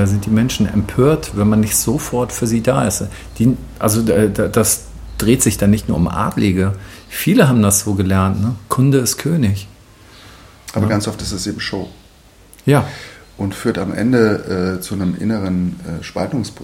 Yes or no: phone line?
no